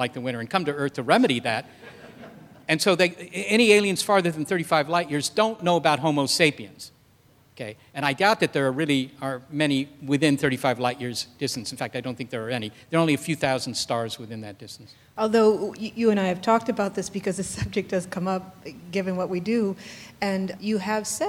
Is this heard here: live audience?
yes